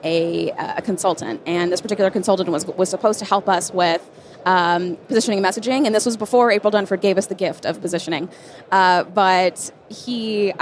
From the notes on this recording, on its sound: live from SaaStock